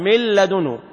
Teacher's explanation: نحول النون إلى لام ثم تضغم اللام في اللام من لدنه لا يوجد أثر للحرف الأول يذوب برمته ويدخل في الحرف الذي يلي هذا معنى إدغام يعني إدخال شيء في شيء.